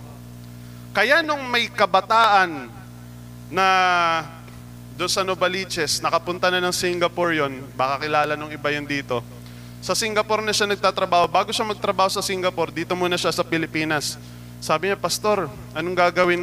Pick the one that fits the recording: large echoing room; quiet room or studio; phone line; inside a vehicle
large echoing room